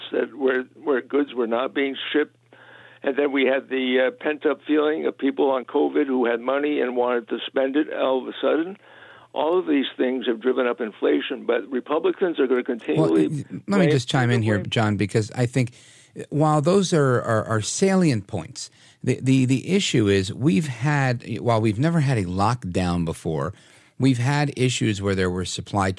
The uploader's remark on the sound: your calls in open phones across America